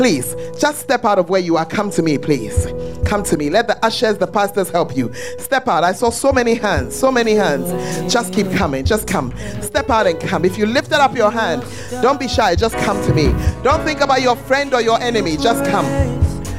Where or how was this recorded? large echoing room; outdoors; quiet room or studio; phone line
large echoing room